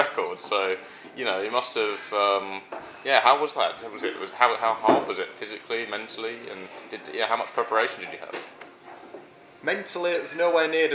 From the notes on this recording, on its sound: Apologies for any background cafe noise.